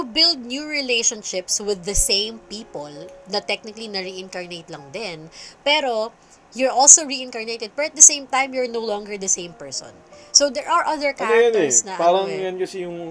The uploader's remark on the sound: We tried to record in one location using one mic, and it seems the sound did not come of as okay as we'd hope. Even with all the noise and sound quality differences.